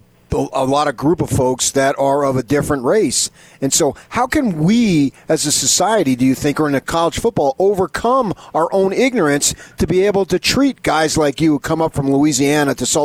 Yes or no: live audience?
no